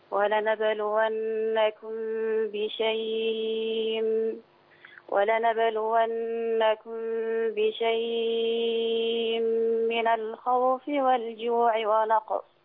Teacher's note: البدل هو الاثنين أربعة ستة لكن هنا اللين المهموز لين ومهموز يتمد 4 و6